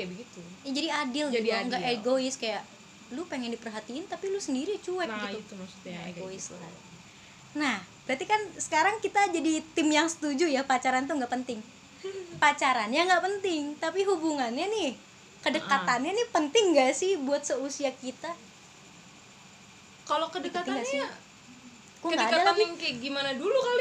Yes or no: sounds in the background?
yes